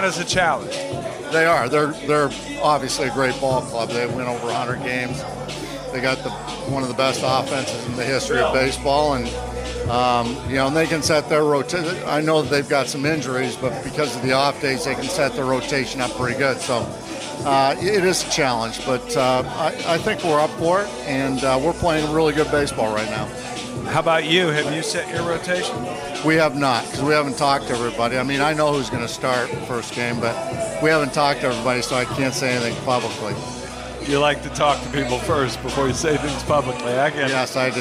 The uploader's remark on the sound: Live from the Phillies clubhouse following the team's 7-1 over the Marlins to clinch an NLDS berth.